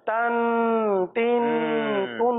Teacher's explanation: वो जो आखिर में नून की आवाज है ना वो बढ़ गई